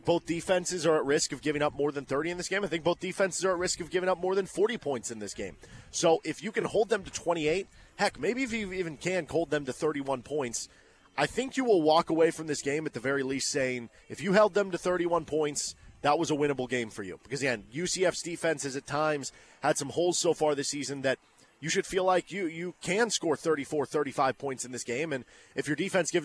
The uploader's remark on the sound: Live at Big Mill ahead of KU vs UCF football.